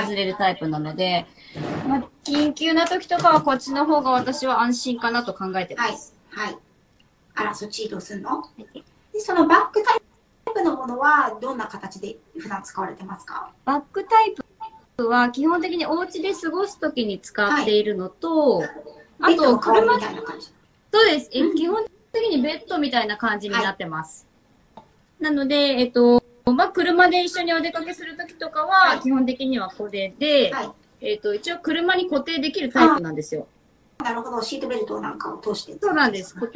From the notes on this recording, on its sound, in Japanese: インスタライブの音源公開となります。録画の録音につき 音質が良くない点はご容赦ください。